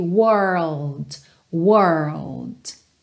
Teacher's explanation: primeiro forma o R, e aí nesse caso é a língua enrolada mesmo